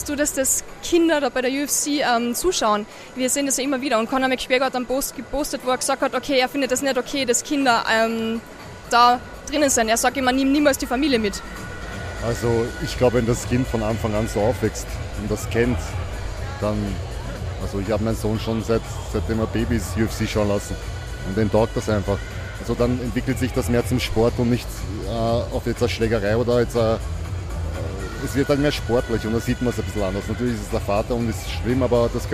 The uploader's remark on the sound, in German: Live auf der Cage Fight Series in Wiener Neustadt